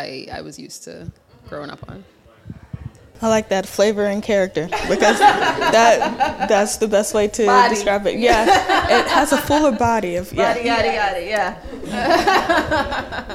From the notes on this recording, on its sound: Undisciplined Live. We recorded at Art Ventures in Fayetteville.